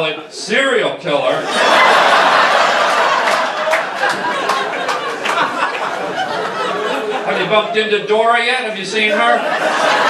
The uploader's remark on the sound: Does live stand up for a wonderful cancer benefit and ends up doing crowd work for 90% of his show. What a great crowd and a great cause.